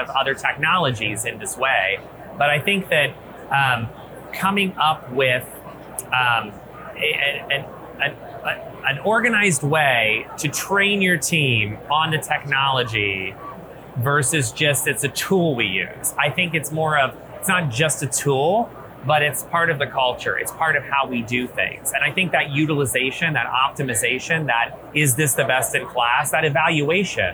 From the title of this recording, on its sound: LIVE at Optech